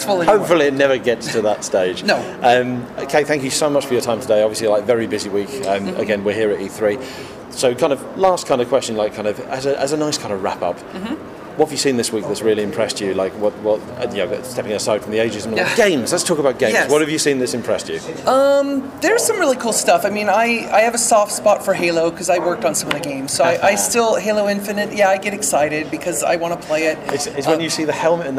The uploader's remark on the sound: Recorded at E3 2018